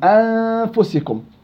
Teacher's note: هسا إحنا راح نأخذ إخفاء النون. إخفاء النون تذهب ذات النون وتبقى غنة النون